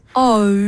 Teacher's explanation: det er forskjellig startpunkt, forskjellig sluttpunkt. Men det er altså glidninger fra den ene til den andre.